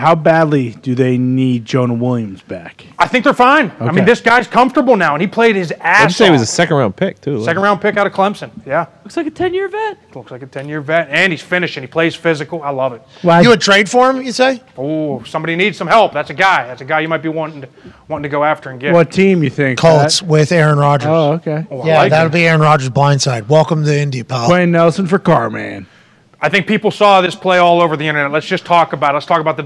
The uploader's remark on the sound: LIVE From The ThunderDome